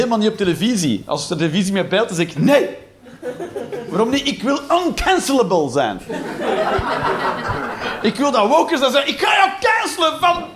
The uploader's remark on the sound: Live 11 Juni 2023, Toomler, Amsterdam